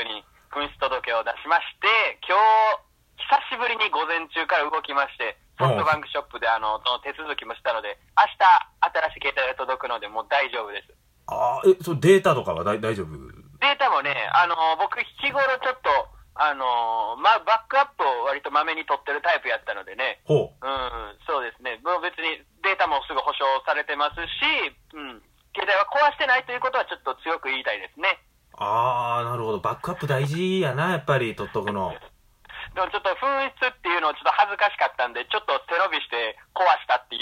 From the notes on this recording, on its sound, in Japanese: の携帯が使えないということで、。実家の固定電話を使い、私の母親の携帯にかけて収録するという手段をとりました。